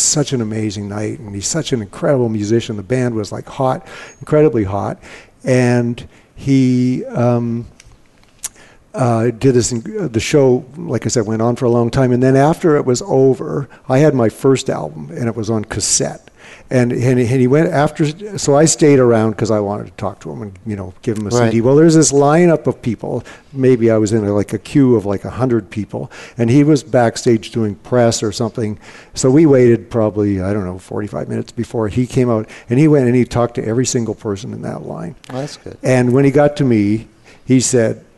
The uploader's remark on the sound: Live Broadcast at the The IPBC IGNITE Conference